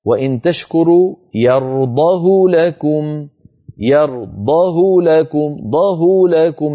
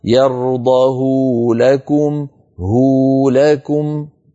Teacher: فإن حفصا رواها من غير إشباع · Shown in: first take · وإن تشكروا يرضه لكم، لو أشبعنا لقلنا يرضه لكم هو لكم.